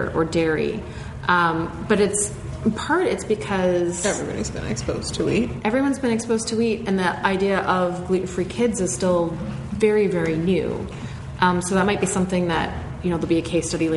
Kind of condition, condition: setting, live audience